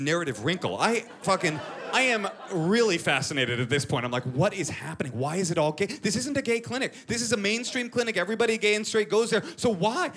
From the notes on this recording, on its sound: filmed at The North Door in Austin, Texas